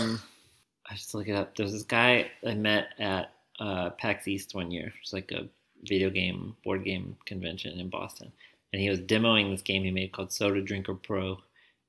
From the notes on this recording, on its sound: For our first episode, the audio isn't great, and there's way too much mumbling, but we're still learning.